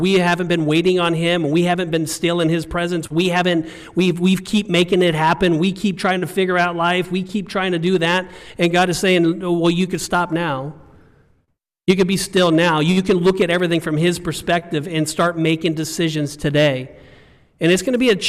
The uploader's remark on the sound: filmed live at Compass Community Church